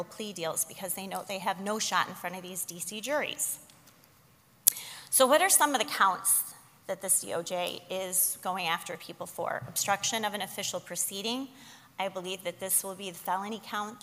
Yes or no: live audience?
yes